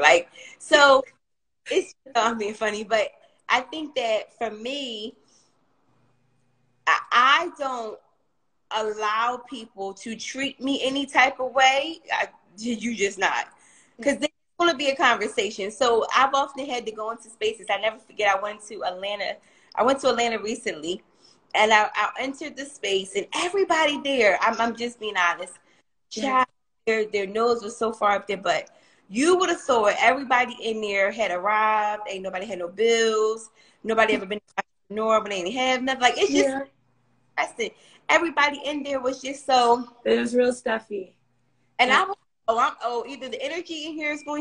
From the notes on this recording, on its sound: Instagram Live